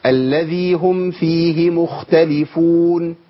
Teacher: لا انت ماشي غنى كويس، هم فيه على طول من غير غنى بقى